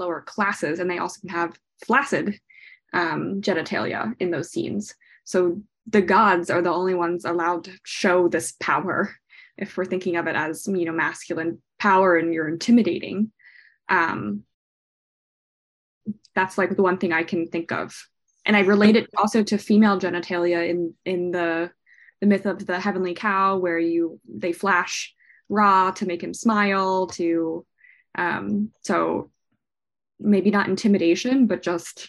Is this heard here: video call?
yes